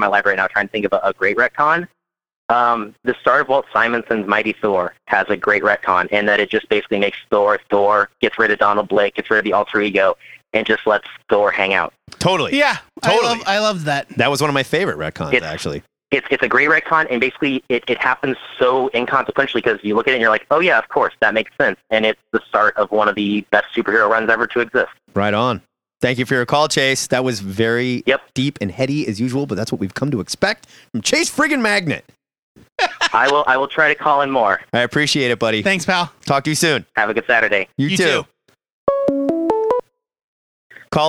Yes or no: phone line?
yes